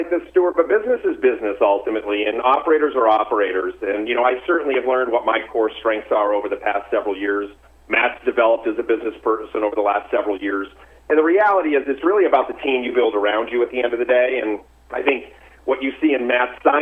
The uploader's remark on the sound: called in to SmallCapVoice.